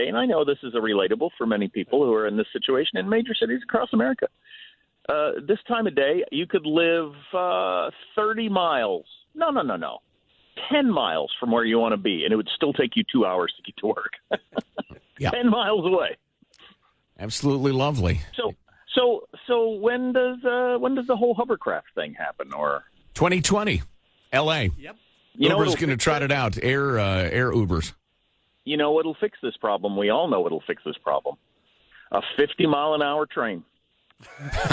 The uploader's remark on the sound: We taking phone calls again?